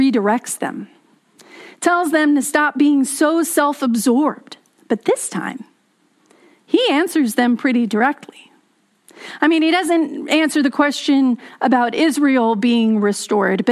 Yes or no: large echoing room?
yes